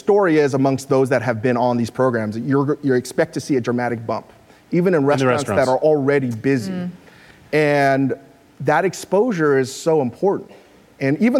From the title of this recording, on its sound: Live at Code 2018